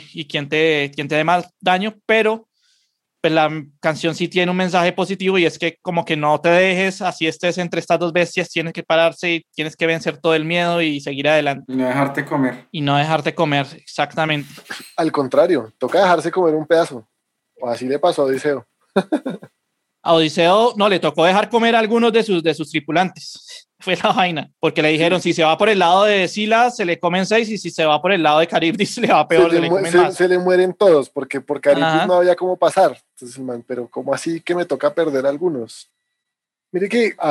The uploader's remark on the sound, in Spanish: Episodio grabado el 01 de mayo de 2021 en línea, desde Bogotá - Colombia.